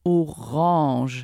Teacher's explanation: Und das ist super interessant, dass wir den Nasal von Orange mit rüber geholt haben. Den Nasal aus den An bei Orange.